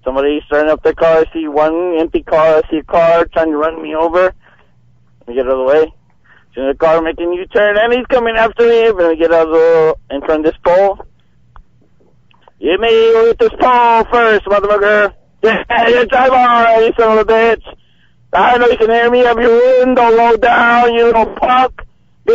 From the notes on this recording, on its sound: calls into the show while walking out of a concert